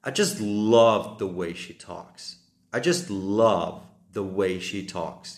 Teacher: nedali sme teraz dôraz na just, ale práve uh, na slovo, ktoré ide za ním love. I just love the way she talks.